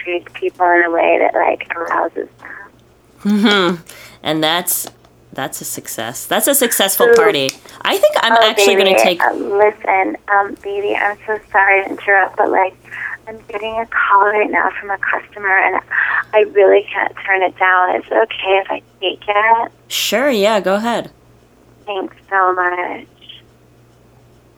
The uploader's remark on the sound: A Sexy Phone Call